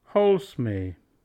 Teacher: Move forward Z, change to S, delete D